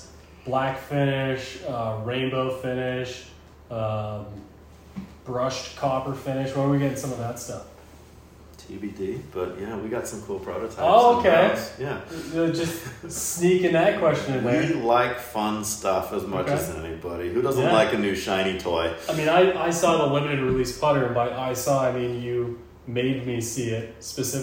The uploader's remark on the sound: This one was done in person at the Ballyhack Golf Club in VA. Please excuse the minor echo, as the cottages on site are not conducive to recording live audio.